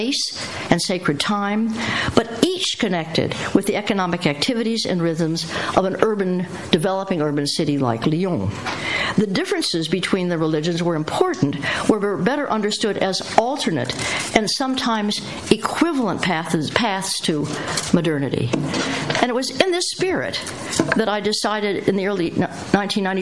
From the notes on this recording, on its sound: lecture held at CEU in 2010